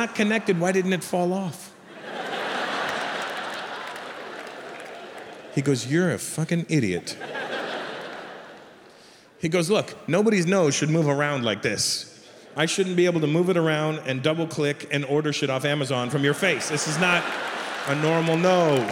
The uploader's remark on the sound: Recorded in front of a sold-out audience at Mumbai’s NSCI Stadium.